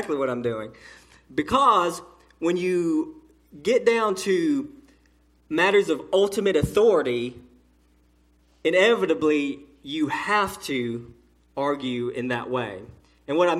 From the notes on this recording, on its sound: A sermon delivered to Cottondale Baptist Church in Eastman, GA on Sunday 1/14/18 during the 6:00pm service